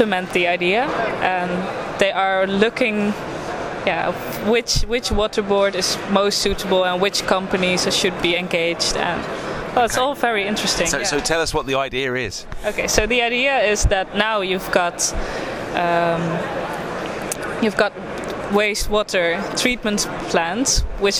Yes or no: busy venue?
yes